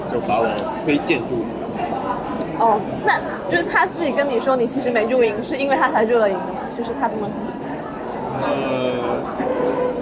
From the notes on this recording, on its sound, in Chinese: 是朋友来学校附近找我吃饭，顺便的聊天录音。环境嘈杂，多多包涵。